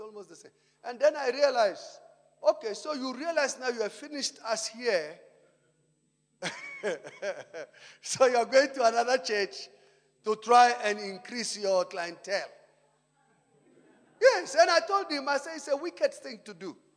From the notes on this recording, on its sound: Preached at Emmanuel Christian Church, Arcadia Campus On the 3rd of February 2019.